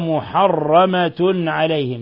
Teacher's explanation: تنوين ضم جاء بعده العين، الحكم التجويدي إظهار حلقي